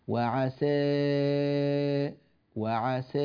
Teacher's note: تقلل الألف في كلمة عسى، ويعني هذا الذي فعلته صحيح جائز لا شك، ولكن لم يظهر لنا بدل من البدلات ليبين هل أنت تقصد هذا الوجه من فتح ذوات الياء أو أنك لم تضبط التقليل.